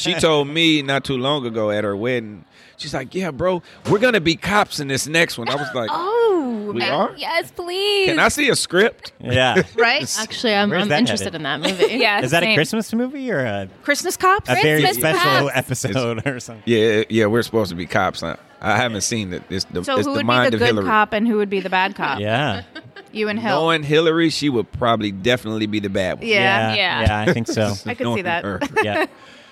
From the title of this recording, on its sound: LIVE FROM TRIC